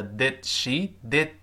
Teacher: did？自然的失去爆破，后面那个的，听不到